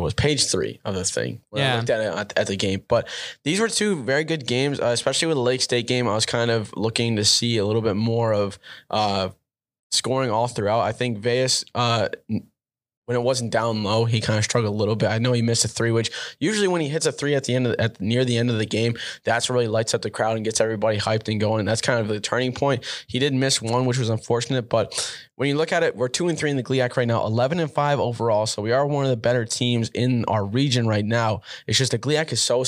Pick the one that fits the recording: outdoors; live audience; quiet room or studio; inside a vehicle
quiet room or studio